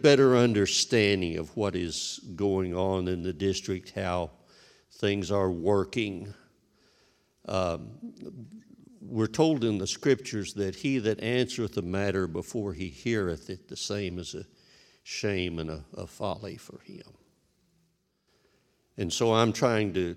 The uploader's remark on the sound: This sermon was recorded live on October 31st, 2021, at Newark United Pentecostal Church.